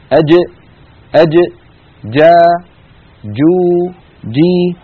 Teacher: أما في اللوحة اليسرى فنلاحظ كيف أن الصوت بعد انحباسه قد خرج باندفاع شديد، وهو ما يسميه علماء الأصوات الحديثون الحرف الانفجاري